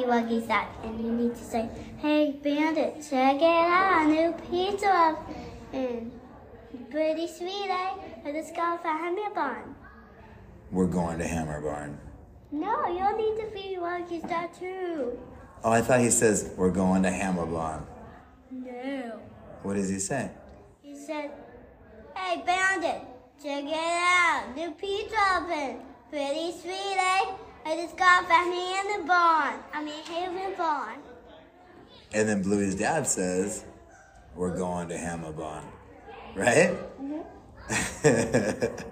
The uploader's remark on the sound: I had a little time after setting up at the conference so you took a sit.